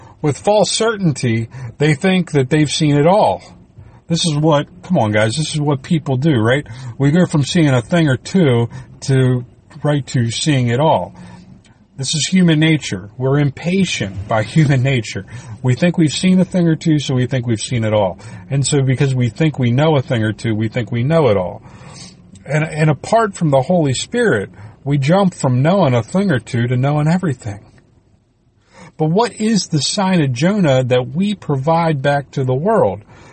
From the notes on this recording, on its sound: I recorded this in the car while traveling so please disregard the ambient sounds.